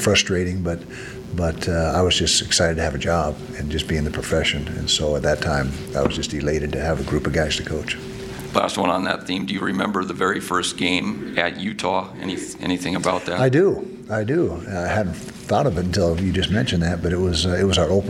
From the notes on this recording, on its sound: Press Conference - September 9, 2019.